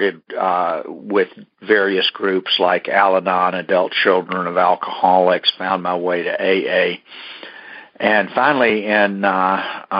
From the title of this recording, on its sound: Monday Noon Phone Speakers Series